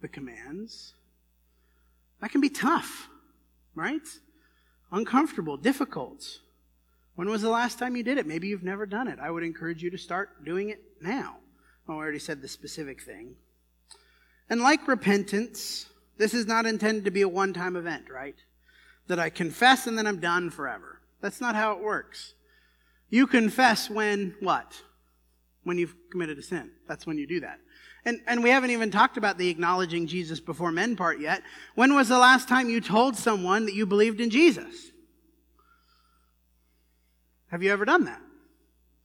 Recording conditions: large echoing room